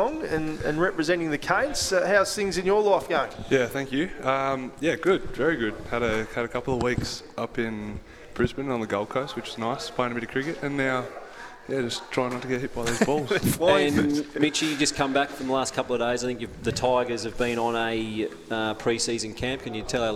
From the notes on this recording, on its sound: live from Hobart Kia